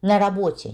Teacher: несмотря на наличие гласной в предлоге «на», там нет ударения на работе, у нас ударение на «о» в слове «работа» · Term: фонетическое слово